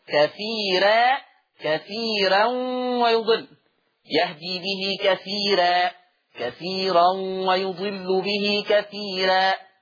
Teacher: قرأ ورش بترقيق الراء وصلا ووقفا، وصلا ووقفا، كثيرا كثيرا ويضل، يهدي به كثيرا كثيرا ويضل به كثيرا، هكذا لوقوعها مفتوحة بعد ياء مادية.